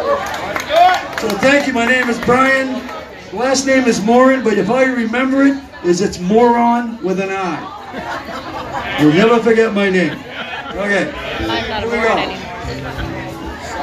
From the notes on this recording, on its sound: LIVE at BENTLEY'S SALOON!